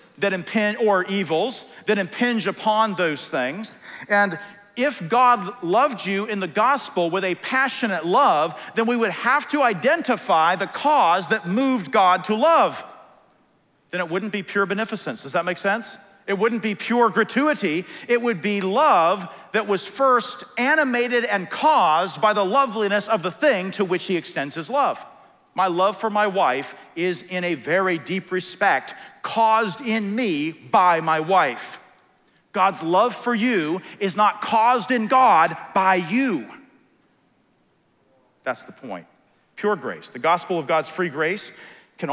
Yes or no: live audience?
yes